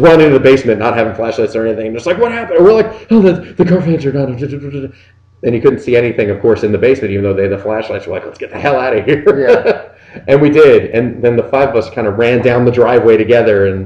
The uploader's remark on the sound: Due to a technical issue, the recording quality of this episode is lower than usual